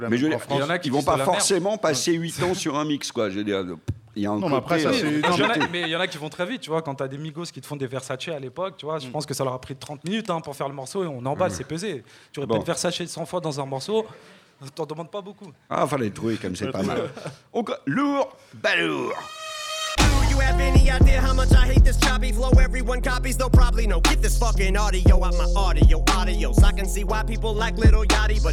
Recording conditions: live audience